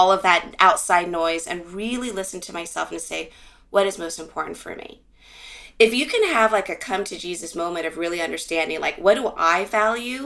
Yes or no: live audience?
no